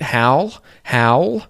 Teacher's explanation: that W kind of gets dropped a little bit